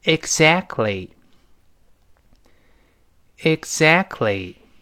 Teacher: 但是第一个 exact，这还能听到，后面那个 t 就失去爆破了。Exactly，exactly，那个 t 听不到了。那听不到了，因为后面又出现了辅音类，前面那个顺着气儿就跑了，啊。另外最后那个 L 再次强调，这个 L 跟原音拼